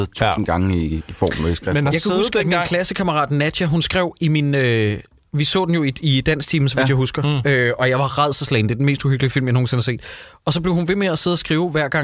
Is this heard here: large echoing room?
no